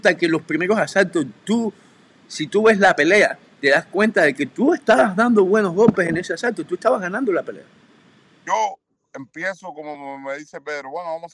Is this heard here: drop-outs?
yes